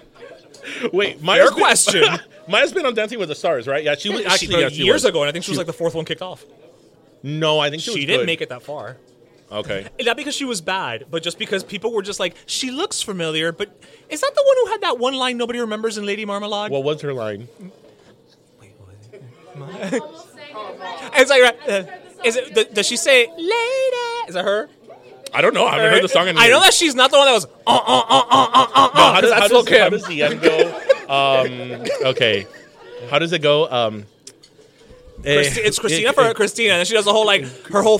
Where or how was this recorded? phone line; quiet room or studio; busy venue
busy venue